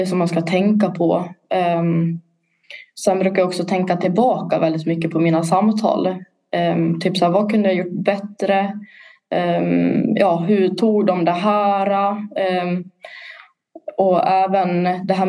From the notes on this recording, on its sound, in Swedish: Avsnittet spelades in digitalt på distans och därav kan ljudet svaja lite.